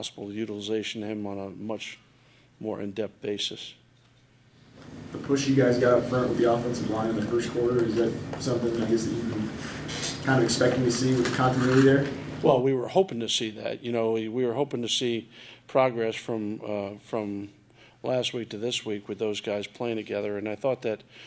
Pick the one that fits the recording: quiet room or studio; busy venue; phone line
busy venue